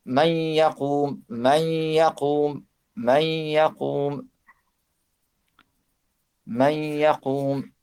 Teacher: Dans ce cas, le tajdid doublement n'est pas complet, donc le idgham est qualifié de partiel, car la première lettre, noun, est assimilée et disparaît alors que le son lui correspondant, la ghunna, reste maintenu et persiste.